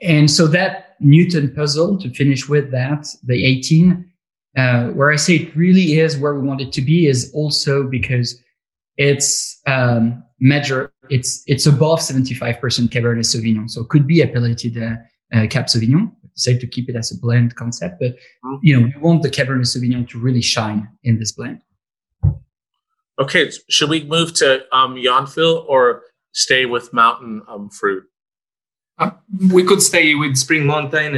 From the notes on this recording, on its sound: over Zoom